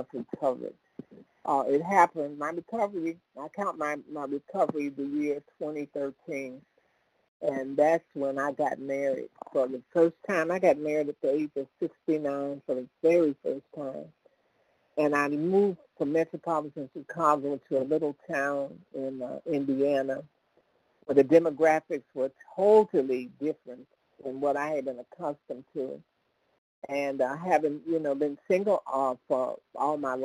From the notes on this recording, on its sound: from the 100 Pounders Phone Meeting